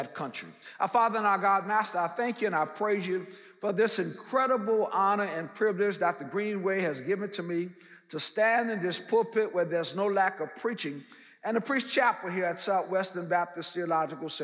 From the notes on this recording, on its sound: in #SWBTSChapel on September 6th, 2022